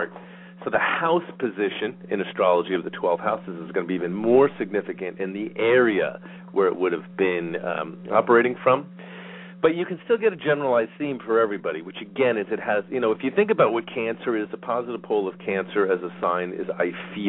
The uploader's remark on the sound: Callers may call in toward the end of the live show with questions or comments. We will also open the phone lines today halfway through the show.